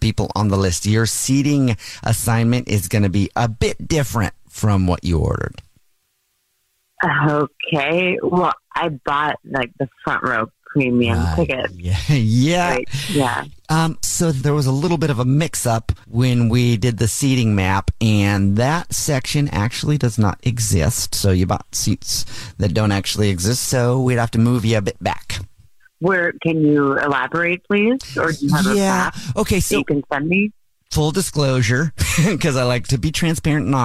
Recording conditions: phone line